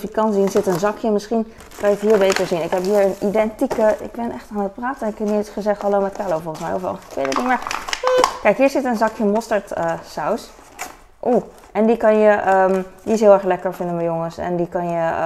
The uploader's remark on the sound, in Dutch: Boodschappen vlog. Fijne achtergrondgeluiden.